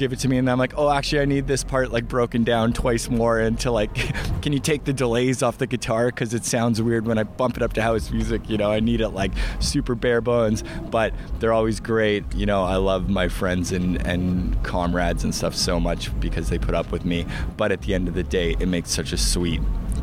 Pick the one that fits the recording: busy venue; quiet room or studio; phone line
busy venue